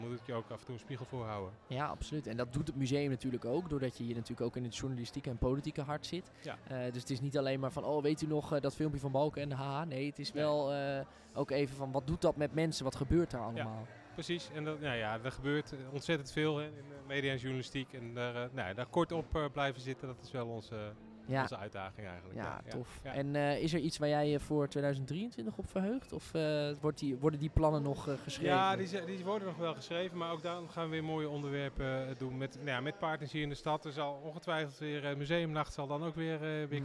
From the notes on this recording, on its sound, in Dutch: spreekt tijdens de Museumnacht 2022 met bezoekers en medewerkers van Beeld & Geluid Den Haag